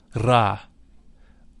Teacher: The Ra is a deep sound. It should be vocalized with a rolling R